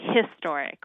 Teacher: But in most parts of the country, we say historic with that his sound, that consonant sound at the beginning.